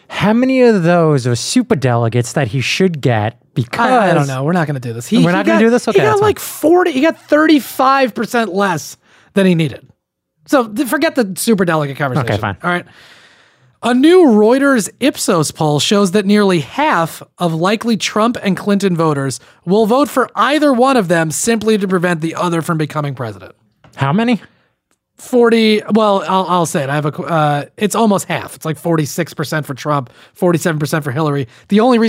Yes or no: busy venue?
no